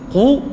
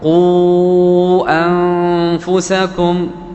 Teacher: فإذا وقفت على كلمة قو أو الكلمة الأولى فإنك لا تمد لا أربع ولا خمس، إنما تمد مد طبيعي · Shown in: first take